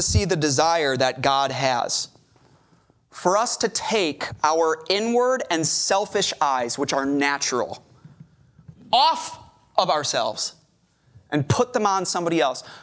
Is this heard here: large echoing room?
yes